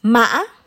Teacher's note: High rising broken tone. Thanh ngã.